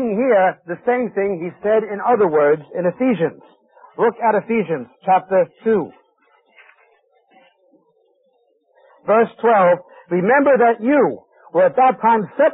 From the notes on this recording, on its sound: This five-part series was recorded at a conference sometime between 1996 and 2002.